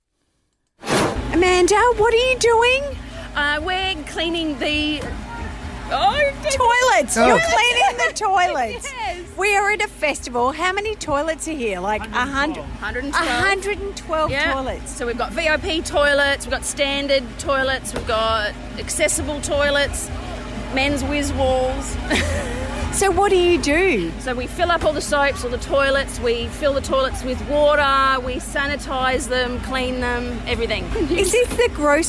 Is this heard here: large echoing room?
no